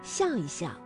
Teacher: 夹在叠词之间呢，念成轻声